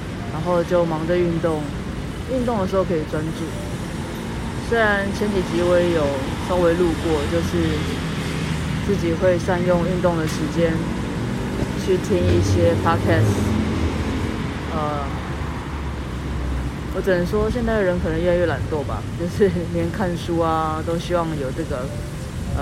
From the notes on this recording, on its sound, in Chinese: 我不過就是拿手機錄音你們就覺得奇怪!?路邊觀察。